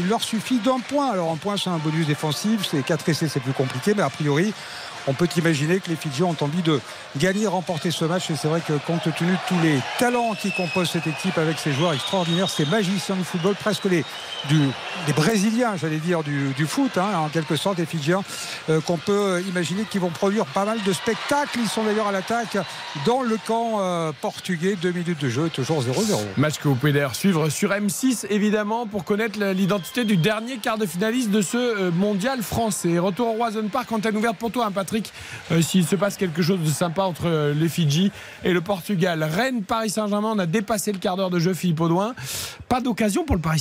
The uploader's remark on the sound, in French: Le PSG passait un nouveau test en Bretagne. En direct du Roazhon Park.